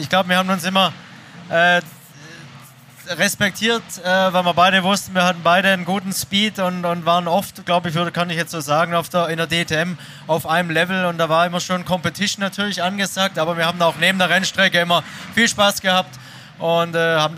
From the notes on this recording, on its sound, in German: Live aus Oschersleben. Zu viert sprechen sie live vor Publikum am Samstag in Oschersleben unmittelbar nach dem DTM Auftakt der Saison 2023.